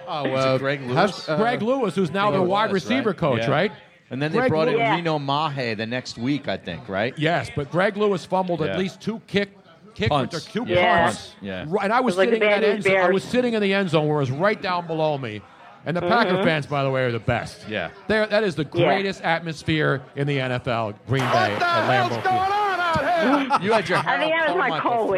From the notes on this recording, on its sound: LIVE from the JughandleInn. A very special 2yr anniversary show at the Jughandle Inn in Cinnaminson, NJ.